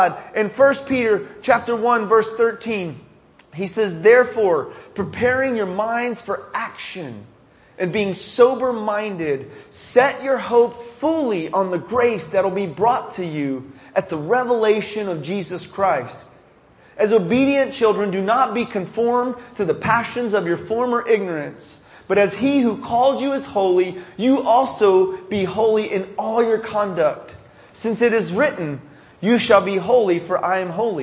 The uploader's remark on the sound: This sermon was recorded at the chapel service at Dallas Life Foundation.